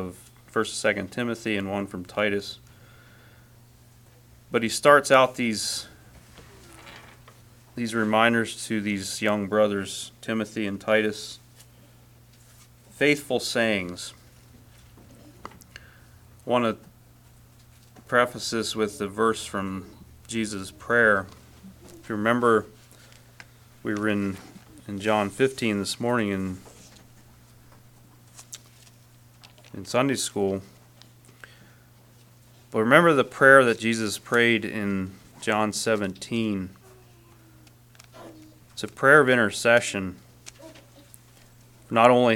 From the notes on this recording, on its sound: Message preached at Word of Hope on February 18, 2024